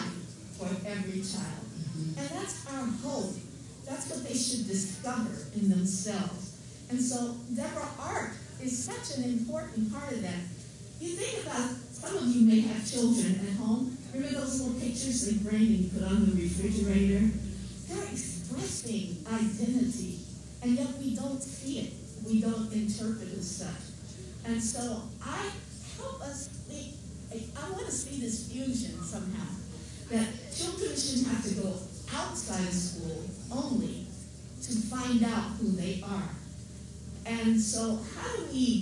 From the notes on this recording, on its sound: LIVE at #SXSWEDU2022